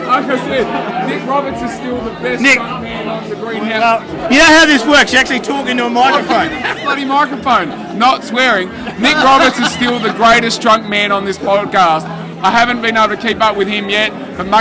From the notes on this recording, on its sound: Soak up the atmosphere at The Duxton, where Canberra Raiders fans gathered before the short trek to Canberra Stadium for the match.